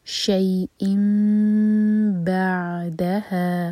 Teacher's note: اس لیے آپ یہاں دیکھ رہے ہیں چھوٹی سی میم بنی ہے، تو یہاں ہم کریں گے اقلاب، میم کو ہولڈ کریں گے، نون کی آواز کو میم میں بدل کر میم کو ہولڈ کیا جائے گا اور پھر با پڑھیں گے. شیئن بعدہا بعدہا ہا مد تبعی دو حرکہ لمبا.